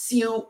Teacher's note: This is siu, high level tone, different character.